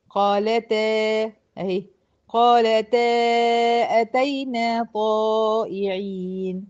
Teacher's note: ففتحت تاء التأنيث هنا ما كسرتهاش